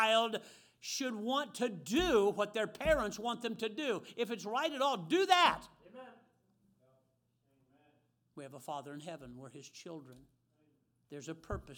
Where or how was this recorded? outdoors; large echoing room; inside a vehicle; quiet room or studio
large echoing room